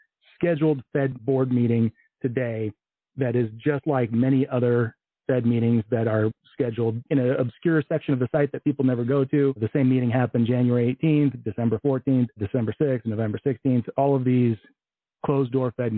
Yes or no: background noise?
no